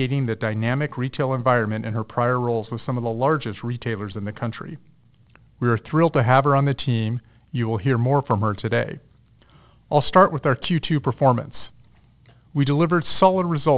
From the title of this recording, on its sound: Earnings Conference Call